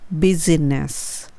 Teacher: ネスの時には必ず歯の裏にベロを当てて、ネスっていう音で鼻声になるようにしますね